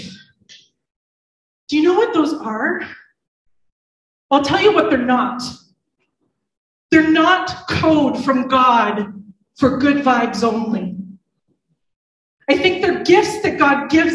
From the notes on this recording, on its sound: IN this live service